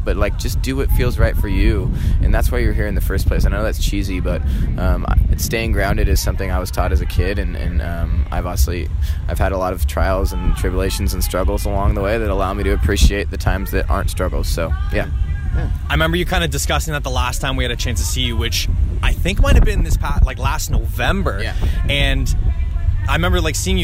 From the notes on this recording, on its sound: Live from Boots & Hearts. At Boots & Hearts 2018.